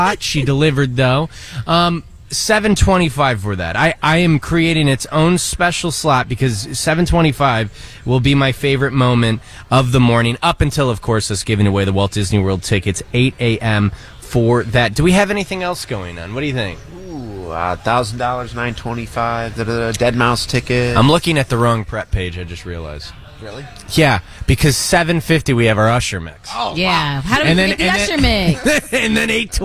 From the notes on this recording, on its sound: broadcasting live at Walt Disney World